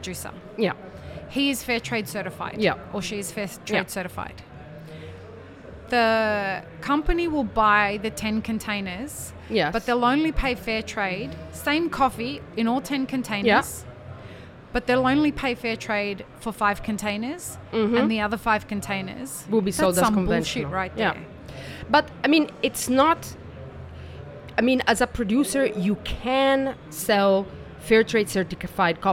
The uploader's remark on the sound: Map It Forward and DXB Live is proud to present a selection of podcast episodes that were live-streamed from the show floor at World of Coffee Dubai 2024.